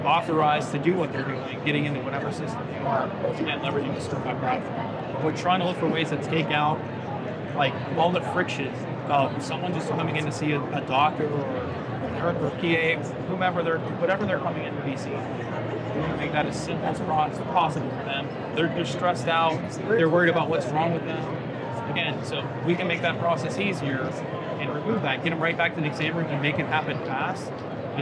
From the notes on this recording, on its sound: Interview in Action live from HIMSS 2023